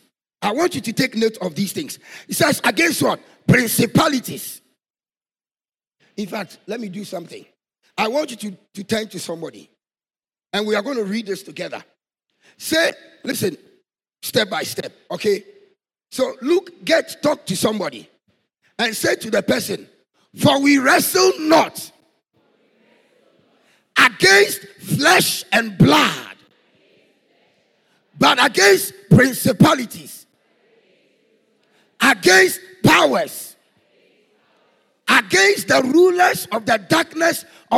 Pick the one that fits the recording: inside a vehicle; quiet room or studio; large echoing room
large echoing room